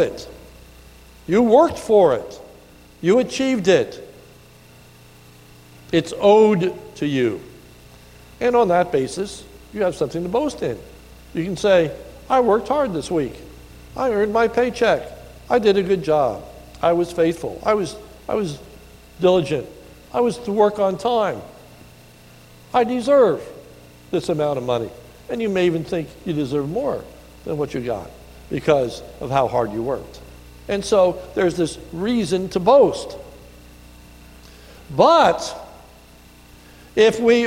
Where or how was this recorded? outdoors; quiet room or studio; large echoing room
large echoing room